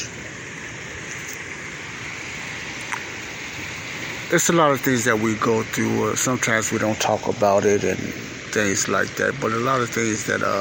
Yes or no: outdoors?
yes